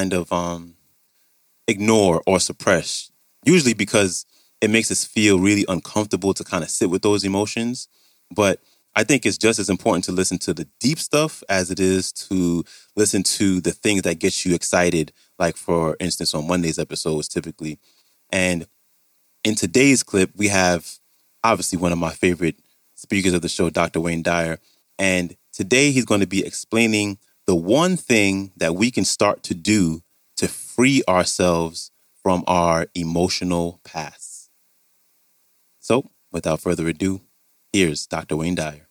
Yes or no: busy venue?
no